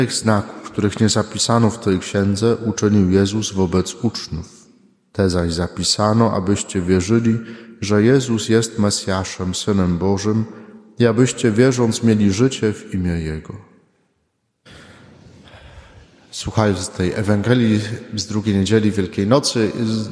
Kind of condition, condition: setting, large echoing room